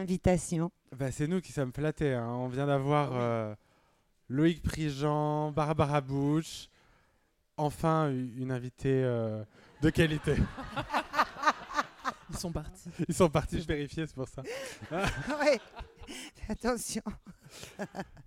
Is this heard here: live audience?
yes